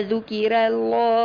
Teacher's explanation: من راء مرققة إلى لام مفخمة مباشرة